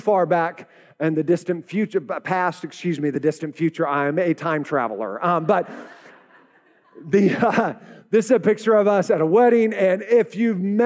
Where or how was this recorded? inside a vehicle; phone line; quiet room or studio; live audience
live audience